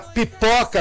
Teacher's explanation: vem a pipoca que explode, a consoante bilabial